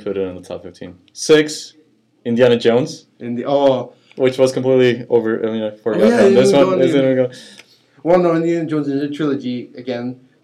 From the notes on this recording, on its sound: A big apology for the bad quality of audio on this episode our input was set somehow to built-in instead of our Yeti mic.